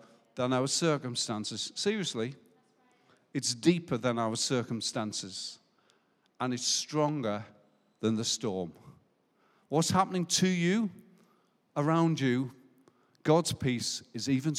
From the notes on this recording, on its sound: Recorded live at Life Church Lancashire on the 7th November 2021.